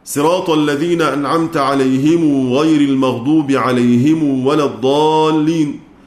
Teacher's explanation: ثم نعطف قنبل بالسين وصلة ميم الجمع